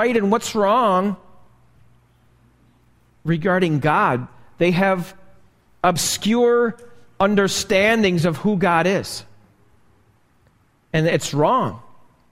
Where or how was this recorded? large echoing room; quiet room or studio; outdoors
large echoing room